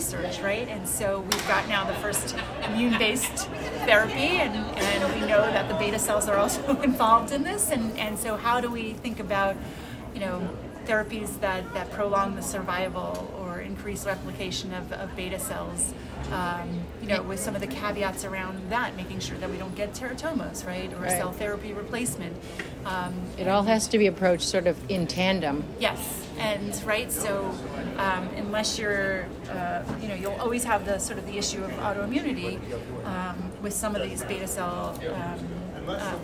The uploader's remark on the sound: Recorded during the ADA 2023 Conference.